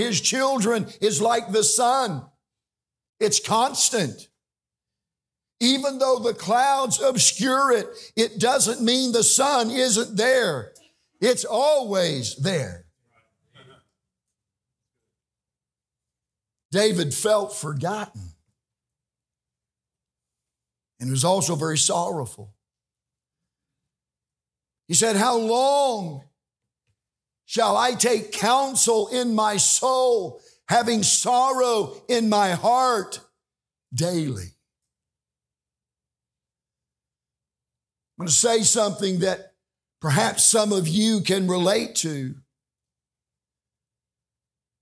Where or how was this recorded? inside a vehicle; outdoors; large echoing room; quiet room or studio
large echoing room